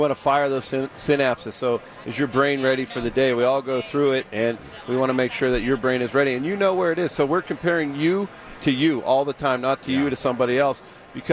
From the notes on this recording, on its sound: are live from Radio Row all week